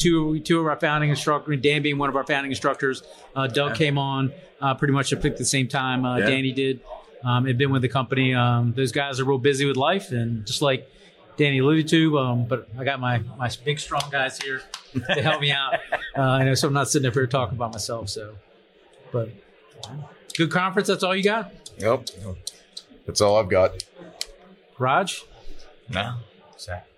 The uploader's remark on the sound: Live at FDIC. Host a livestream discussion from FDIC International 2023.